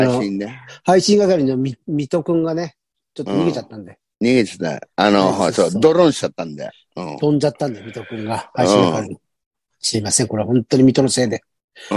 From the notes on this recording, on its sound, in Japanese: ZOOMで収録